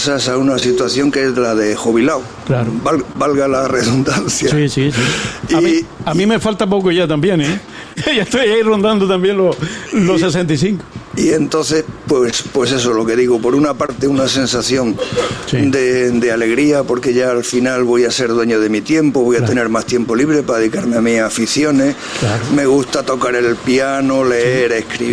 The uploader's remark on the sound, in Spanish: En directo esta mañana desde el Boomerang. Este acto de reconocimiento está organizado por Radio Insular y Bar Cafetería Boomerang.